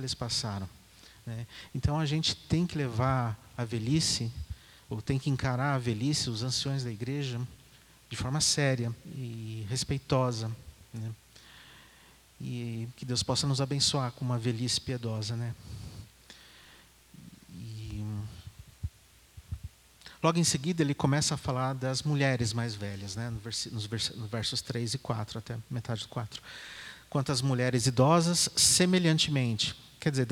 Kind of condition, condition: setting, large echoing room